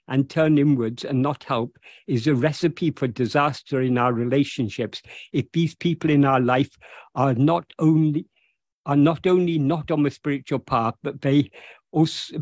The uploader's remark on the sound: In a Zoom meeting with the Ramana Maharshi Foundation UK on 8th July 2023.